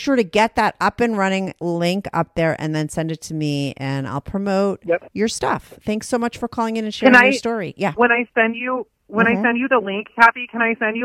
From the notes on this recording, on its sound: she called in to talk all about it